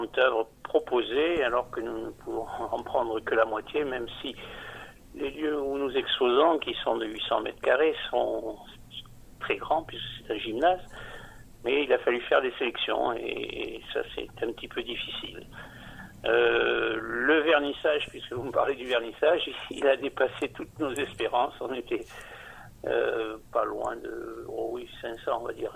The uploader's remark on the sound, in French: Interview téléphonique